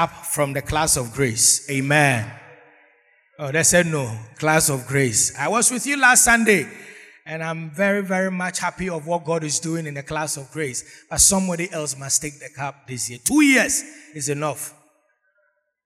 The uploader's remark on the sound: Sermon preached at CBC Shiashie Campus.